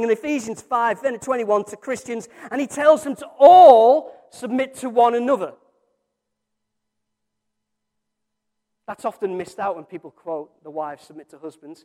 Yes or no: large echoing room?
yes